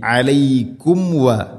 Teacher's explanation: സാക്കിനായ മീമിന് ശേഷം വ, രണ്ട് ചുണ്ടുകൾ തമ്മിൽ തട്ടി മീമിനെ പൂർണ്ണമാക്കണം.